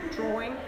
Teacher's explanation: when there is no R in spelling, there is still an R produced · Term: intrusive R